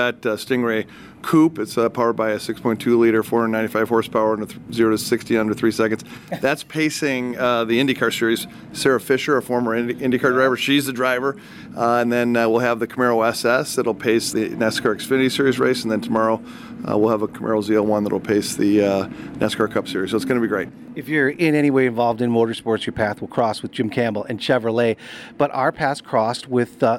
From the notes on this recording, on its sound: Live from Indianapolis Motor Speedway. WGN Radio.